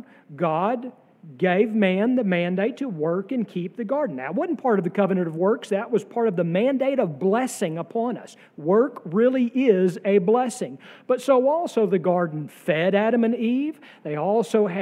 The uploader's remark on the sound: sermon from our worship service on June 18, 2023